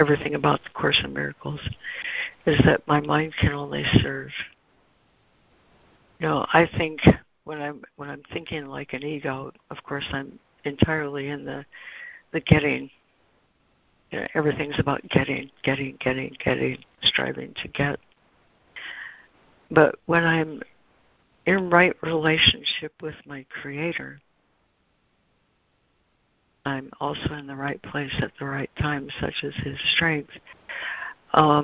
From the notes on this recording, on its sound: ACIM Daily Conference Call.